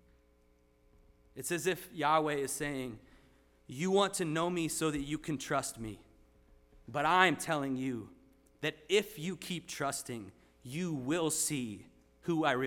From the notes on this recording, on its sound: Sermon preached at RCHP on October 22, 2023.